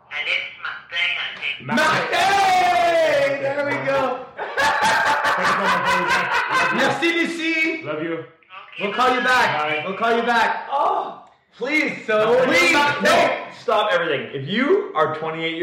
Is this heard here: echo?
yes